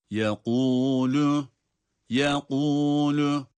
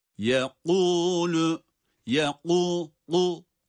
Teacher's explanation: Yekûlü hem kalın hem de kalkale olmadan okunma şekli doğru olanıdır. · Shown in: first take